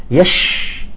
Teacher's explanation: حرف الشين نقول مثلا إذا كان ساكن يش تعطي زمن أكثر